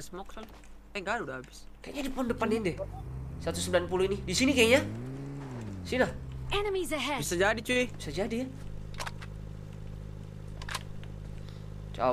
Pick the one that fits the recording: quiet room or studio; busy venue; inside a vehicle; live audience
inside a vehicle